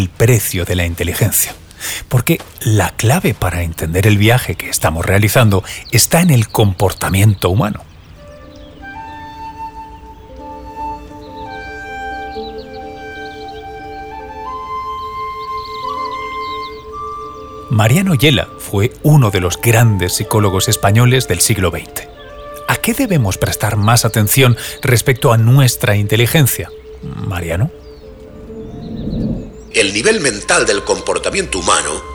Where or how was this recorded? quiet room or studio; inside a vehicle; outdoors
outdoors